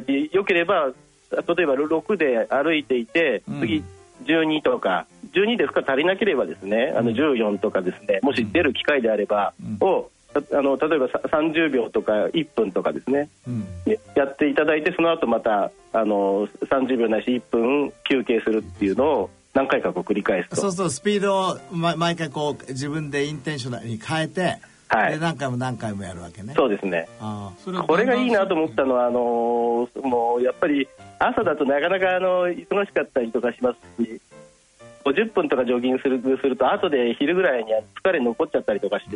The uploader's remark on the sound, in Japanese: 電話インタビューの模様をお聞きいただきます。尚、この音声は、オンエアーでは放送してない部分を含め配信しております。